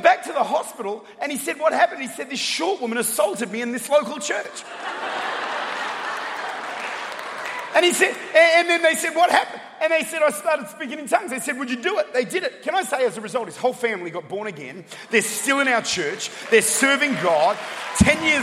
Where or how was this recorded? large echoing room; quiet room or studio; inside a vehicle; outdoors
large echoing room